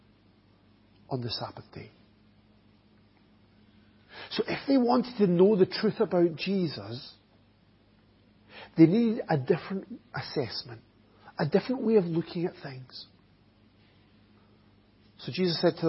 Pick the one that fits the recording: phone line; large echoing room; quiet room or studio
large echoing room